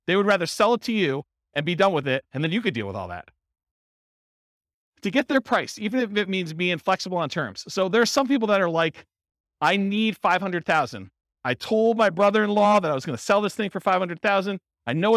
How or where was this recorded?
live audience